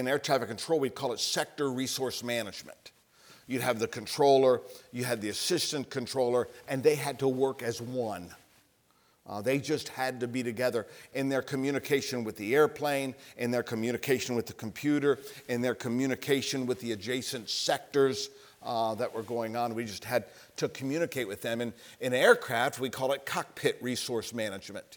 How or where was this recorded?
large echoing room